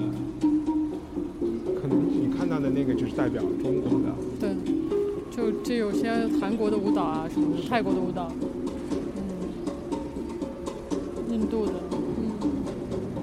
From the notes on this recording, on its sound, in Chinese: 和100个VVIP在一起。是一期我们从上海ART021和West Bund带来的当代艺术博览会特辑。我们用了一天下午的时间录音。从上海展览馆到西岸。因为现场录音有比较大的杂音，音量也不一定特别好控制。但是最后的节目并没有通过降噪处理，因为我们想把艺博会现场的气氛传达给大家，不管是ART021开幕现场VIP的窃窃私语，还是当时尚未完工的West Bund布展现场。